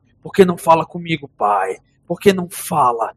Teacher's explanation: ela tá falando meio que com uma voz bem mais grave